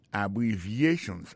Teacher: accent tombé sous troisième syllabe là · Term: accent tonique